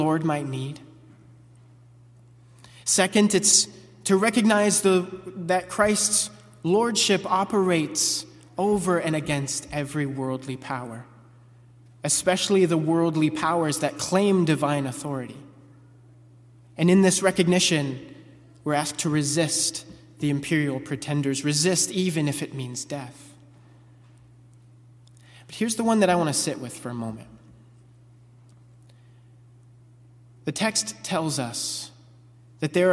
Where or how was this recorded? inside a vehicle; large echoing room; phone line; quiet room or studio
large echoing room